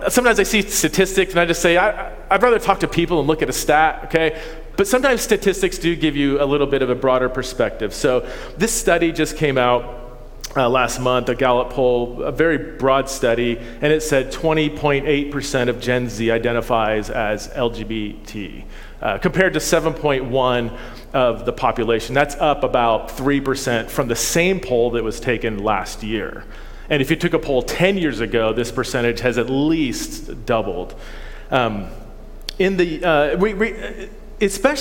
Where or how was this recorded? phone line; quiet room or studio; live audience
live audience